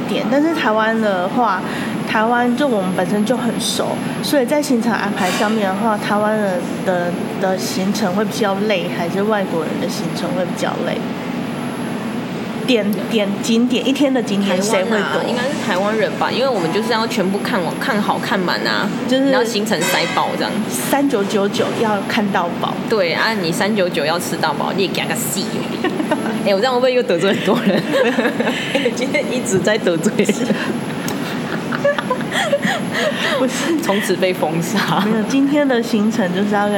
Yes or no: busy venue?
yes